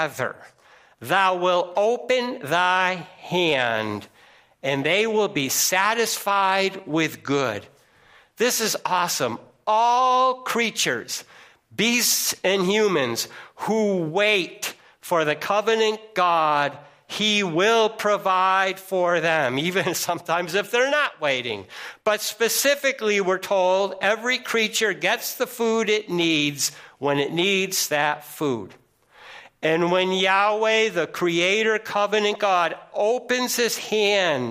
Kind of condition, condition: setting, large echoing room